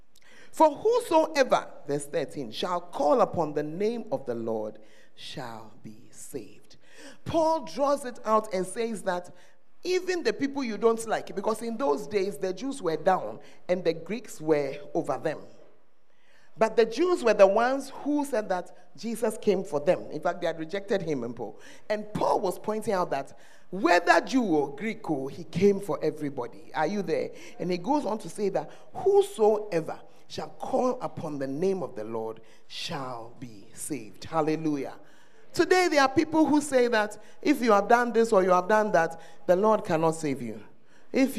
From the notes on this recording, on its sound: Preached at First Love Church, Ayeduase